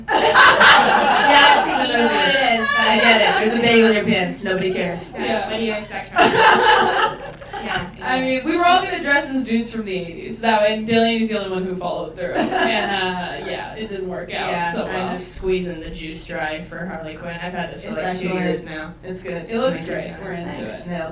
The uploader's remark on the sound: Self-Helpless LIVE from the Hollywood Improv. First live podcast recording at the Hollywood Improv. They answer audience questions.